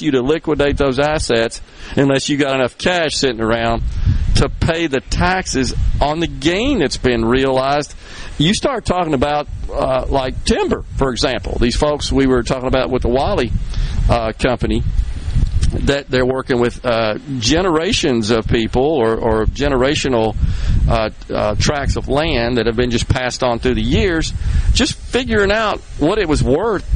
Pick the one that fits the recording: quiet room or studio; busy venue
busy venue